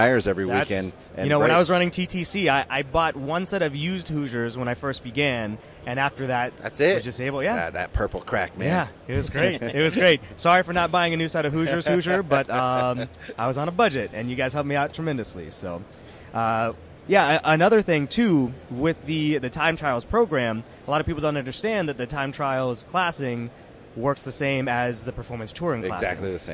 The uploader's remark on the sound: live from the 2015 SEMA show